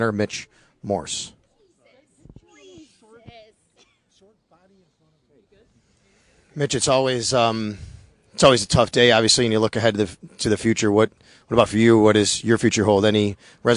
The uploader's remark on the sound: reports live from the Bills locker room with players.